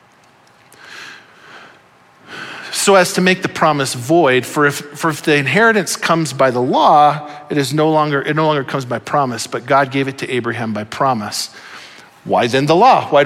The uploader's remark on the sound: Audio file of the Sunday Morning Sermon.